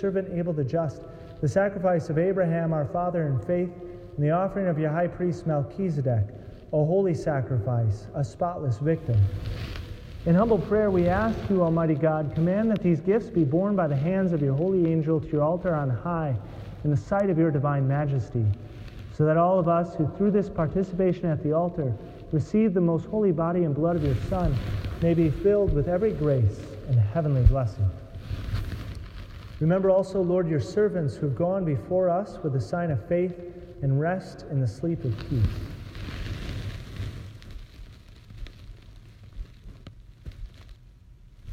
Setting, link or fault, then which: fault, distortion